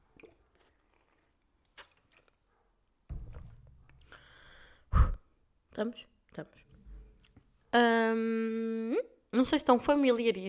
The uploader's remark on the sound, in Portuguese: Mas peço perdão pelos ruídos, sou uma criança e não conseguia tirar a pata do menino.